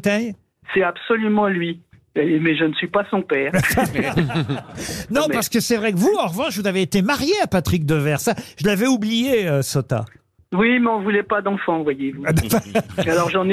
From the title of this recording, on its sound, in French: LE COUP DE FIL DU JOUR